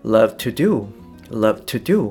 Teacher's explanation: ズム感だけかなと思います。あの、この中でまあ、to は昨日語になるので、えー、love to do ではなくて、love to do, love to do っていうように to は、あの、まあ、内容語に吸収されちゃうようなイメージ